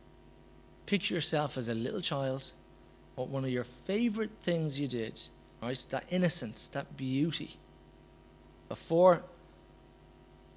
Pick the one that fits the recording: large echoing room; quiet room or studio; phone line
large echoing room